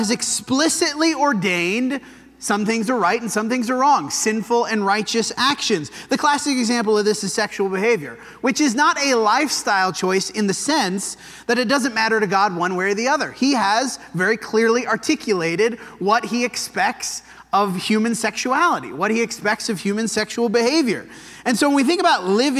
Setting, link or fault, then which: setting, large echoing room